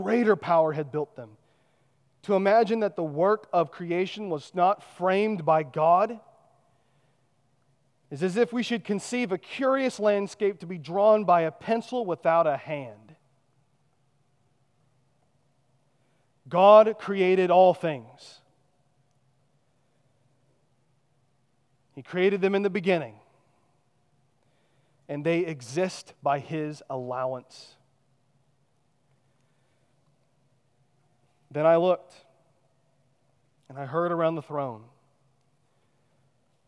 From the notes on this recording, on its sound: at Chaffee Crossing Baptist Church in Barling, AR